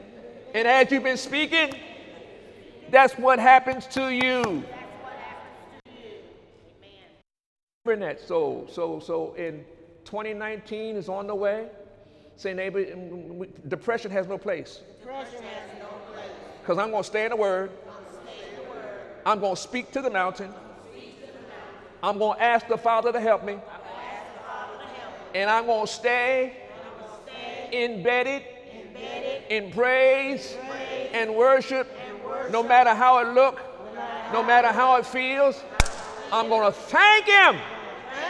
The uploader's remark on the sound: During Sunday morning service on December 2, 2018